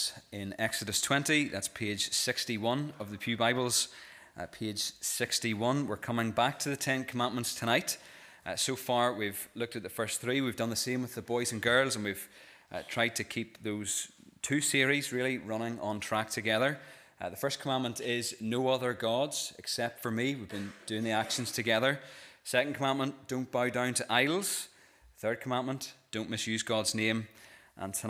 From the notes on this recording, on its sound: This is the recording of the Bible reading and sermon from our evening service on Sunday 26th November 2023.